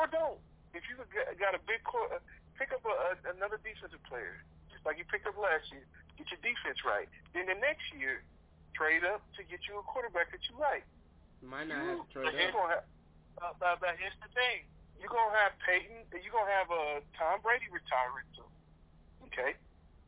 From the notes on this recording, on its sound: Please excuse the audio.